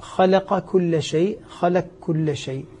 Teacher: أدغمنا القاف في الكاف · Term: إدغام كامل